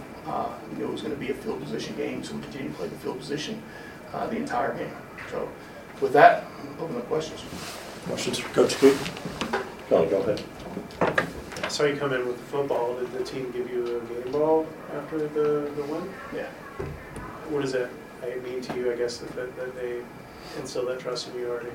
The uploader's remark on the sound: Postgame Press Conference